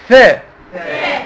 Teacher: الثاء بطلع فيها لساني ومرققة